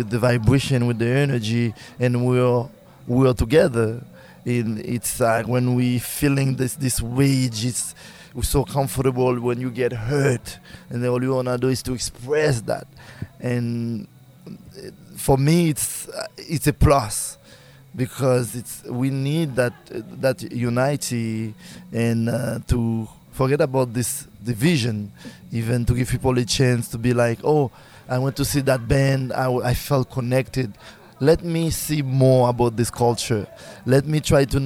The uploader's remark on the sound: As part of the Millpond.Live series of concerts. Recorded backstage at Millpond.Live in Easthampton, MA.